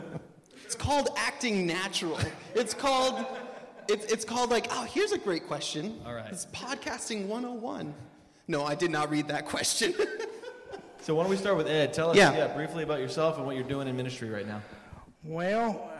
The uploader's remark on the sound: Live Conference Recording. We recorded a live episode on the first night of the conference and here it is!